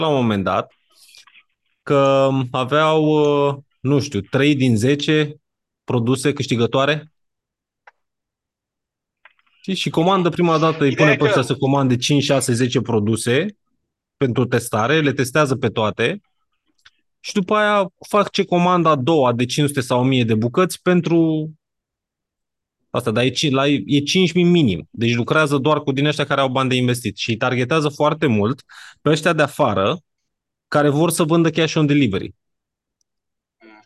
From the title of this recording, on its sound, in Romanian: Conferinta Zoom Saptamanala EcomSchool